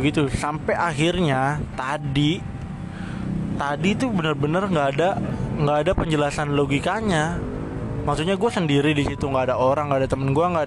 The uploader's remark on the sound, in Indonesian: Gudang hotel. Enjoyy nihh suara napas kedekatan sama suara knalpot motor wkwkwk, minggu depan gue beli mic.